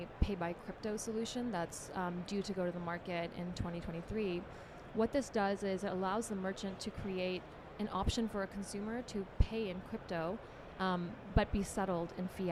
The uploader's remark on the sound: Recorded at Money 20/20 in October 2022.